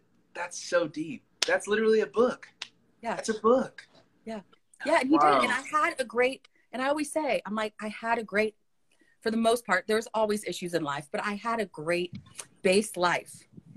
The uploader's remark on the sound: A candid conversation on Instagram Live